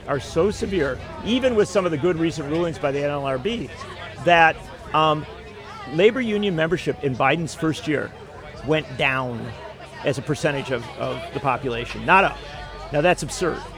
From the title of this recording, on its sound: Live from LaborFest 2023